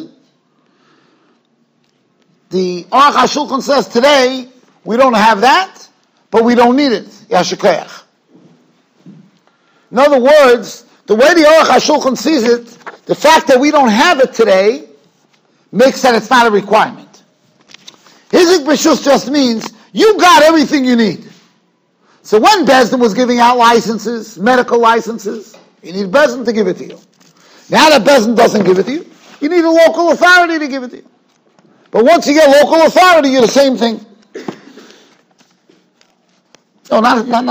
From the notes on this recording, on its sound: Shiur recorded in Yeshivas Ohr Reuven, Monsey, NY.